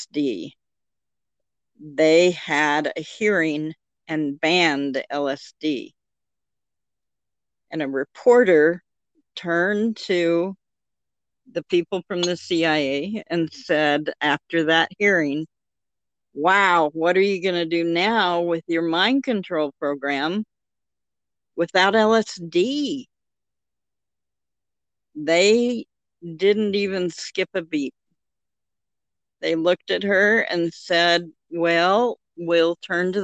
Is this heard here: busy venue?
no